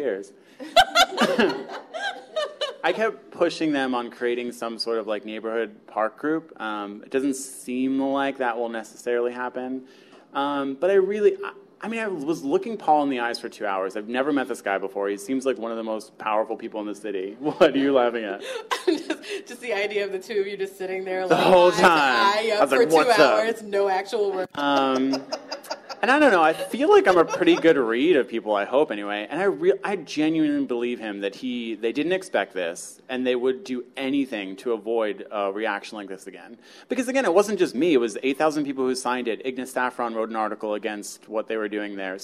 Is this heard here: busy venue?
yes